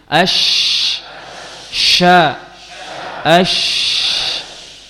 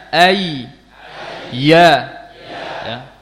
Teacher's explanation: Makhraj yang ke-7 adalah tengah lidah dengan tengah langit-langit atas